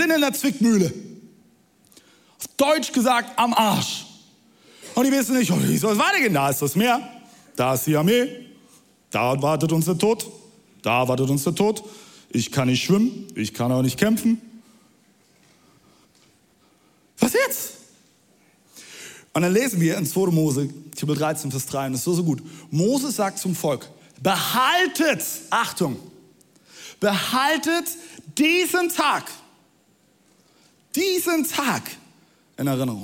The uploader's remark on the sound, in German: Audiomitschnitt der Predigt